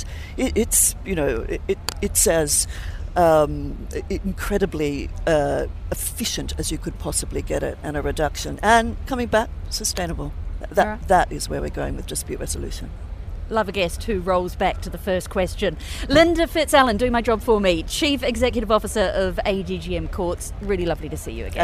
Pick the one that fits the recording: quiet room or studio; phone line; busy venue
busy venue